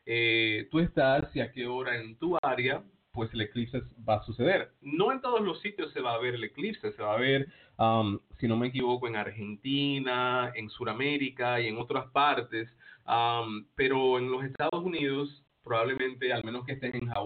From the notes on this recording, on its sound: Me encuentro en la ciudad de Nueva York, pero atiendo por telefono a todas partes de el mundo.